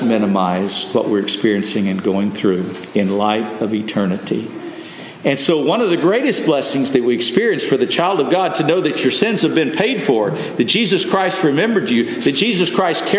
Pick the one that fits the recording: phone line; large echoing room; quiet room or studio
large echoing room